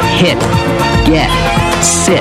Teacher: In standard American dialect, the T doesn't explode much at the end of words. We'll often say hit, get, sit.